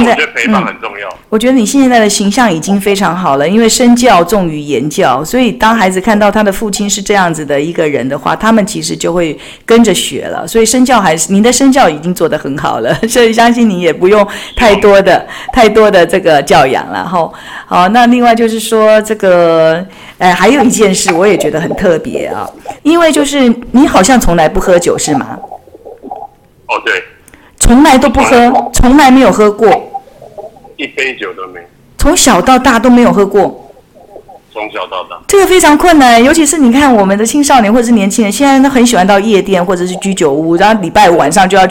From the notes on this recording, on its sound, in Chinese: 本集因採電話訪問，錄音品質稍有影響，敬請見諒。